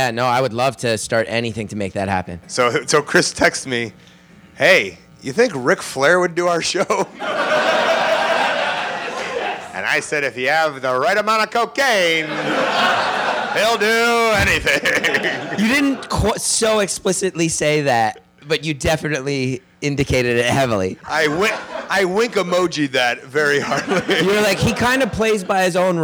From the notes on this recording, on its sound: Gainesville LIVE. Live from FEST in Gainesville, FL.